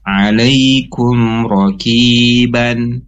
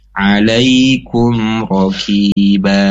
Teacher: Nah, itu kan ban itu pasti ba tanwin fathah dengan alifnya. Maka ketika diwakofkan atau di akhir kalimat, maka bukan ban lagi. Nunnya sudah dihilangkan, diganti menjadi mad dua harakat. · Shown in: second take · Term: mad iwad